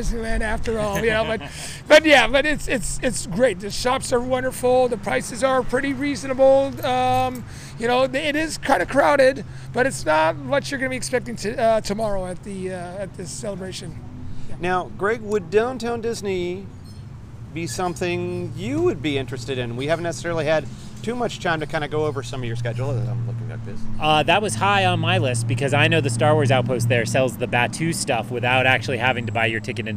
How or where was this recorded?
busy venue